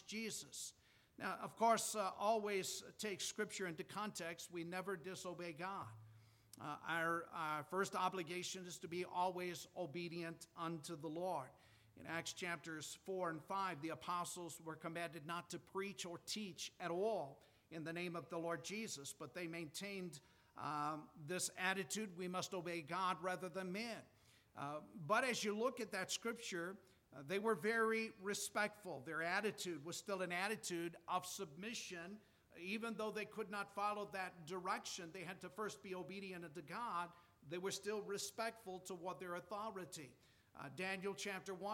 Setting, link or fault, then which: setting, large echoing room